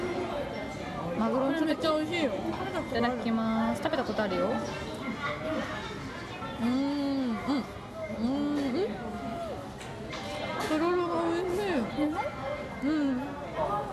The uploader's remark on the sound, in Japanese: 回転寿司店 からお送りしております。一発録り。外で収録。